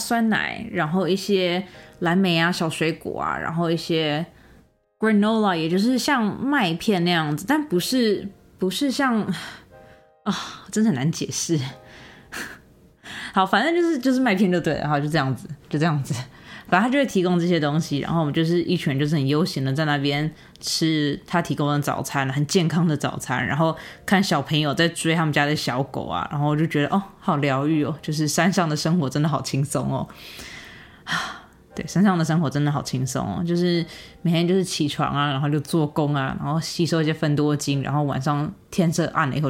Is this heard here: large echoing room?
no